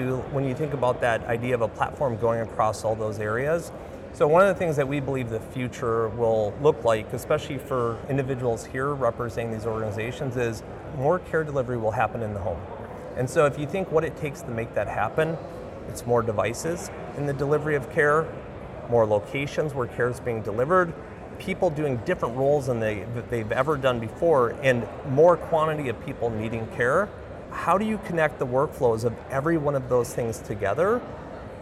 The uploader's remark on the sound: an Interview in Action live from CHIME